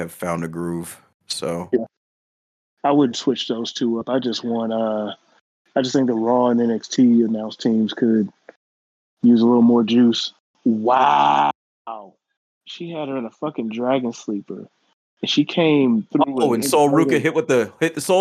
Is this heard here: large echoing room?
no